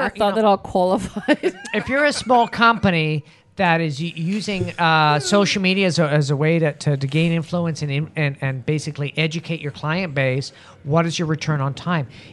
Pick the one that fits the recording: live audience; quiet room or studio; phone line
live audience